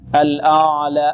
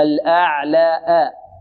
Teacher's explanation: الهمزة مرقة والعين مرقة ومتوسطة · Shown in: second take · الأعلى أعلى، مقدار حركتين الألف.